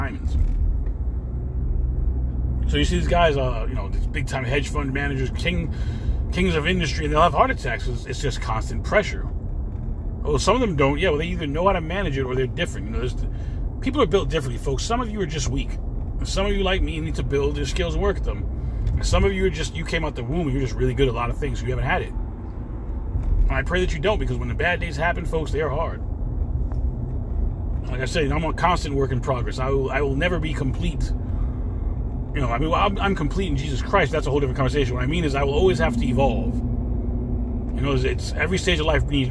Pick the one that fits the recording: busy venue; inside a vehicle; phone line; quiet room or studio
inside a vehicle